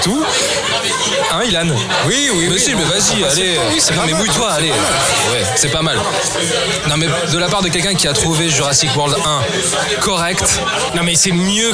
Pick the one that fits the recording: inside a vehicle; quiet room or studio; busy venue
busy venue